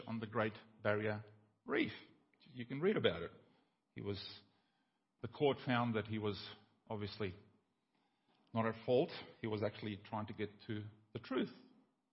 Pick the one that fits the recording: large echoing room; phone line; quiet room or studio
large echoing room